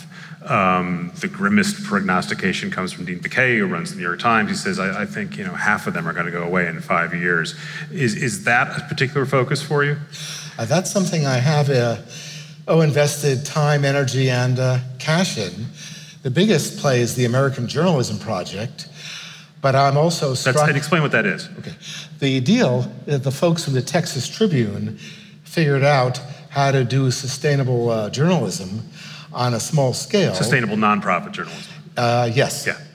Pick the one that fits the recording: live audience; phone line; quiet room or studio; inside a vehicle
live audience